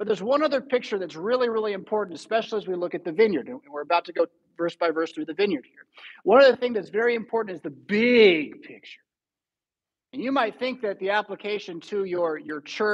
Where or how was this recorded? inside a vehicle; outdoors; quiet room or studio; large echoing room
large echoing room